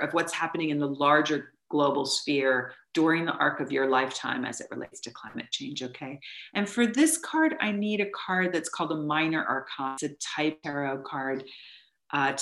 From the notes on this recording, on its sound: We also had some technical issues related to learning to do this via Zoom.